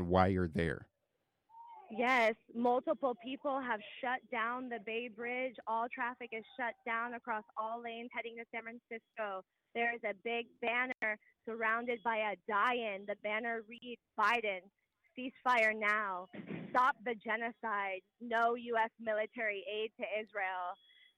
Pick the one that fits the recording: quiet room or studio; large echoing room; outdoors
outdoors